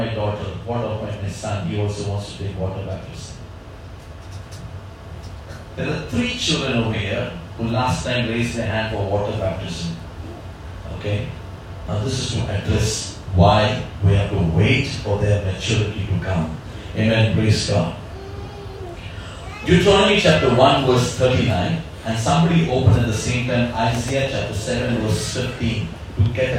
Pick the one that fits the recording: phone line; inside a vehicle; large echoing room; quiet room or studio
large echoing room